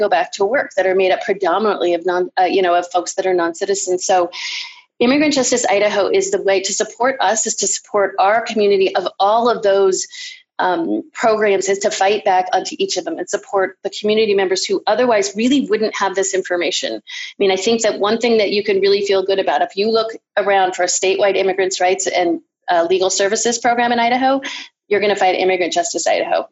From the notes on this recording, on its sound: Our team hopped on Zoom to check-in and see what's new.